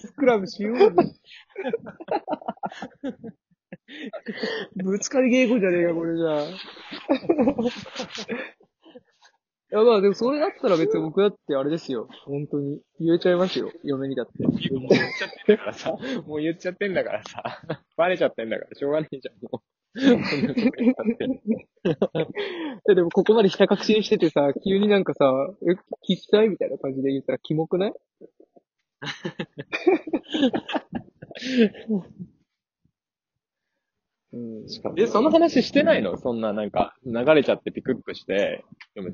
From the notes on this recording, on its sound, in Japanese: リモート収録2本立て。リモート収録によるギクシャクは許してね。